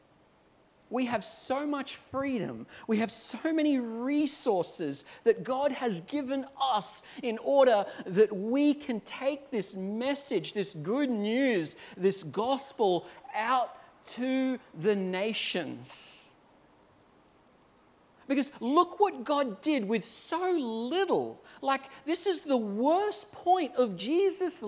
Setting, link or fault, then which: setting, large echoing room